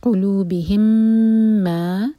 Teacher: اس کے بعد جو میم آ رہا ہے اس پر ہے شدہ، ہم میم کو ہولڈ کریں گے · Term: ادغام شفوی